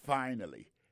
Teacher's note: Accent tombé sur le premier syllabe là